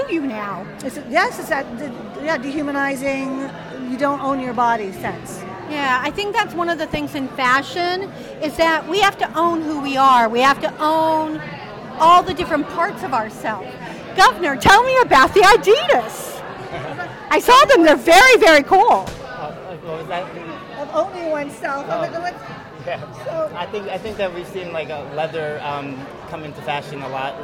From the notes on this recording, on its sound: Live From The Hotel Edison Times Square Chronicles Presents.